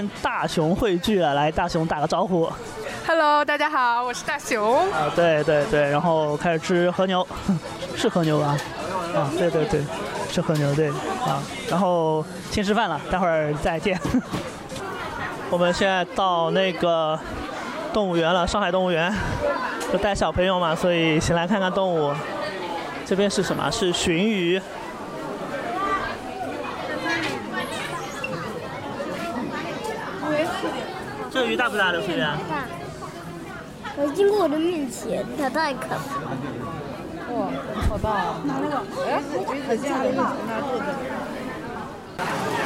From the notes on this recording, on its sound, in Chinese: 带着录音机去跨年。31号那天带着老婆孩子去上海跨年。带上录音机，录了些游玩过程中的声音。连大虹桥区域都没出。